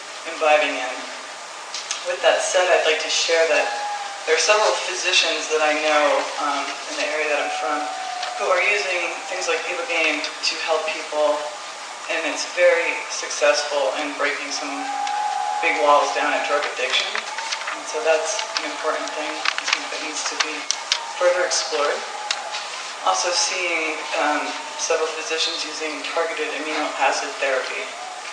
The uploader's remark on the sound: Palenque Norte lecture at Burning Man.